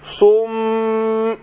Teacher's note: الساكنة جه بعدها الباء هتقلب النون ديت ايه ميم فهننطبق بمين الميم الاولى مشدده تاخد غنه حركتين مع انطباق شفتين والثانيه بانفتاح